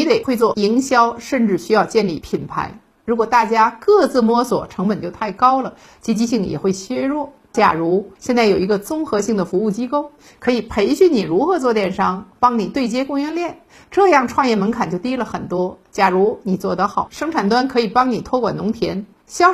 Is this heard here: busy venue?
no